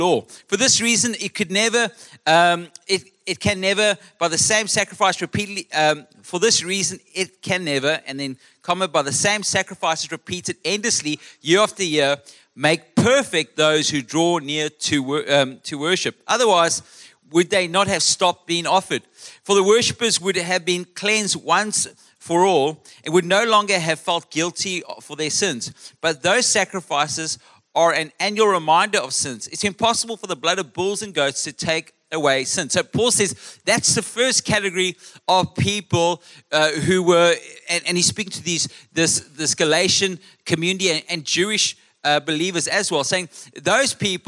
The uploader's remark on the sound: Melkbos AM. Recorded live on Sunday 18th June the 2023.